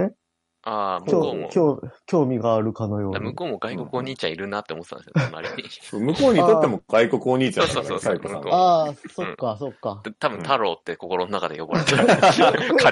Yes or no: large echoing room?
no